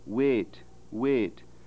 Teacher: the pure vowel e, as in the Scottish pronunciation of a word wait